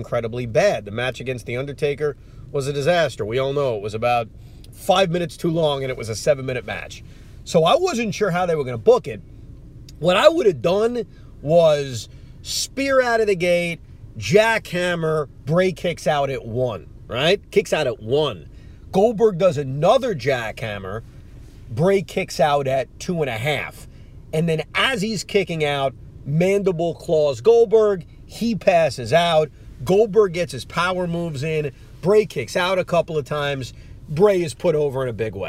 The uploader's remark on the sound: Recording from his rental car in Florida